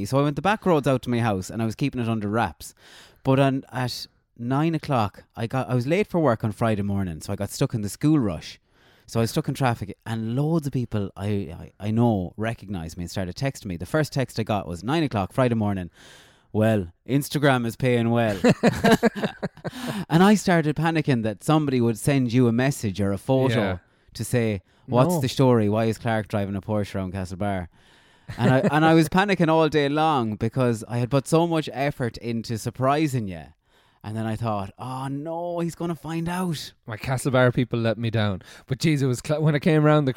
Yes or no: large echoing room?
no